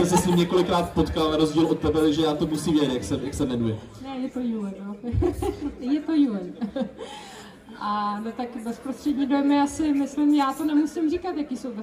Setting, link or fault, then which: setting, live audience